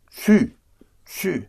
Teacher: You dive into a very short U, a very short U, usually just one syllable.